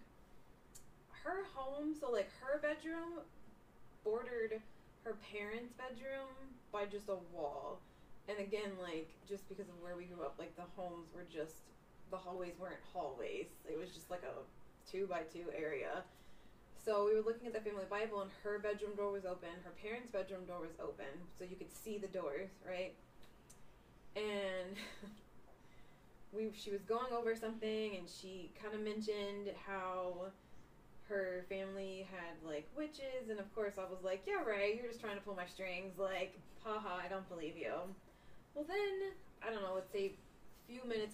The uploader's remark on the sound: We're still working out some of the technical kinks